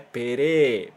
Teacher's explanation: Japoneses não falam o E aberto, não falam E, só fala E.